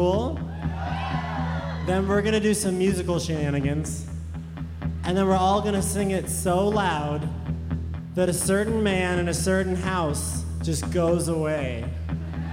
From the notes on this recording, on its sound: Live In Concert, SXSW 2017. The band's set at Stubb's BBQ in Austin, Texas, recorded live for NPR Music.